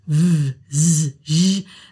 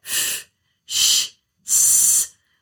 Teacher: It uses a lot of rhythmic movements, generally with active SOVT, so things like voiced fricatives, v, z, z, and also the unvoiced fricatives, f, sh, s